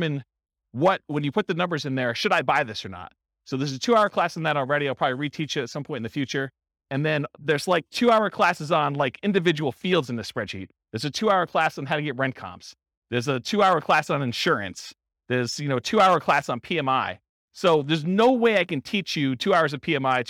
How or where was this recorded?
live audience